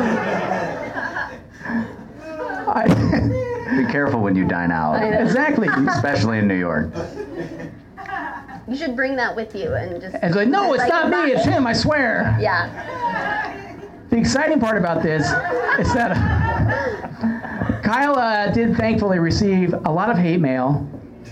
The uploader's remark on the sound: Broadcast live from the 1st Annual Los Angeles Scripted Comedy Festival at The IO West in Hollywood.